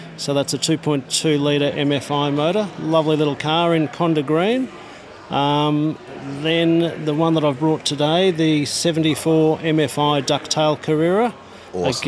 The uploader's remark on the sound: We come to you live from the Porsche Club Victoria's club breakfast at YTG with 300 PCV members filling the car park with everything from 964's to 991.2 GT3 RS's!